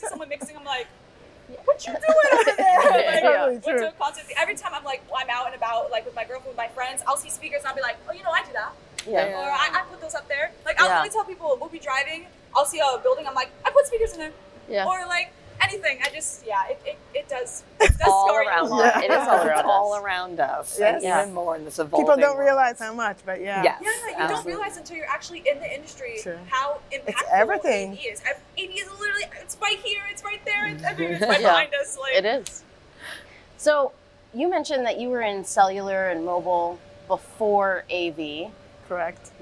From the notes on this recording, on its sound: If the audio sounds a bit wonky to you, that's because we are live and in-person at InfoComm 2023!